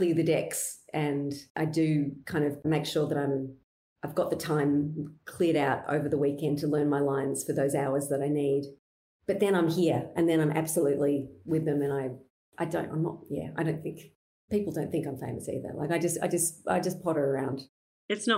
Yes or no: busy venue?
no